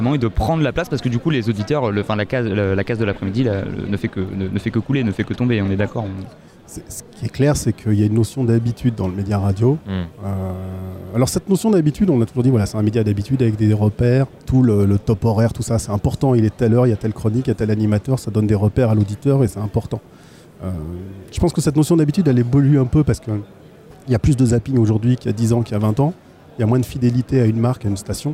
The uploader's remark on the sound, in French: enregistrée le 24 janvier 2019 en direct du Salon de la Radio